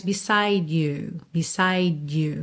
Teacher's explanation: Aqui novamente, ele não faz beside you, que é uma ligação comum, possível, alright, mas ele faz beside you, fica um D bem, bem levinho